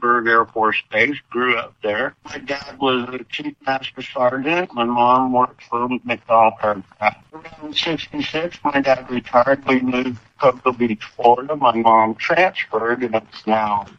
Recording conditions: phone line